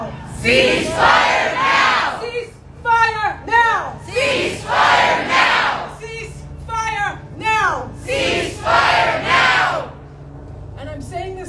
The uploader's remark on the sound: Speech by rabbinical student at Interfaith Rally for Ceasefire